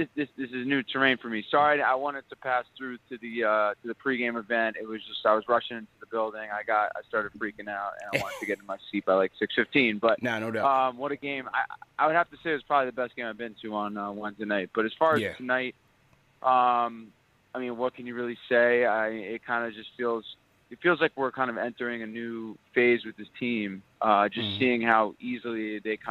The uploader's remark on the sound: They also take live phone calls from fans around the world! Phone call reactions!